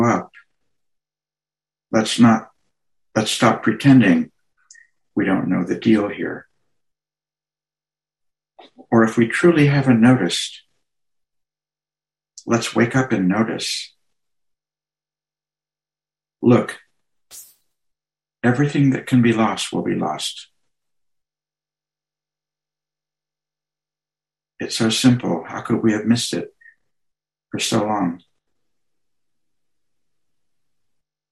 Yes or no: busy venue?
no